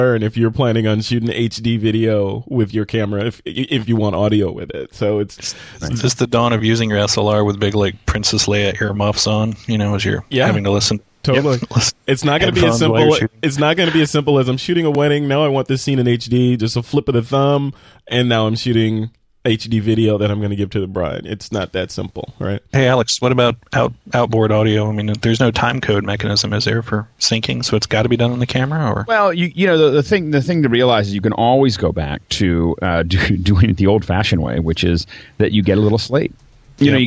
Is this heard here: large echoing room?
no